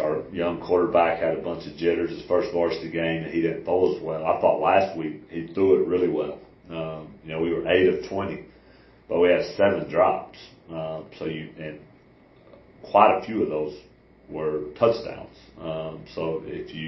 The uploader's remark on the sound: This interview was recorded at the Athens ISD Field House